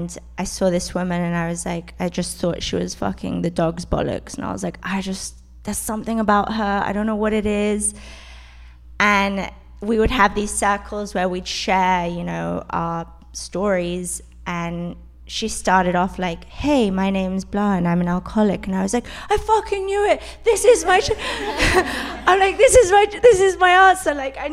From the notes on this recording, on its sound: A Sober Girls Guide Live Podcast Event. This is the recording from our live podcast event in Los Angeles. The panelists were on point and were raw and candid with our live audience. The non-alcoholic drinks were flowing and the Sober Girls were mixing and mingling.